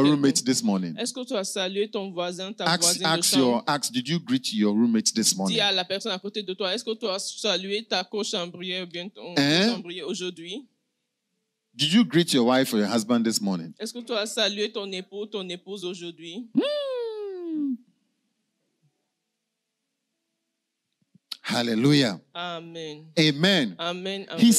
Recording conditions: large echoing room